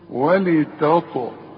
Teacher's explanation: الطاء هتلاقي عليها سكون، لازم تقلقل · Term: القلقلة